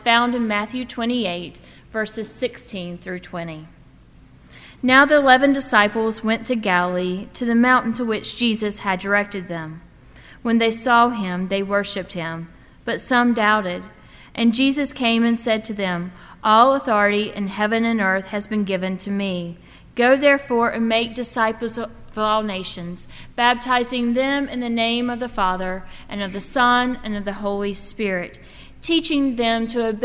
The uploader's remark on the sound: At First Presbyterian Church of Arlington Heights, Illinois.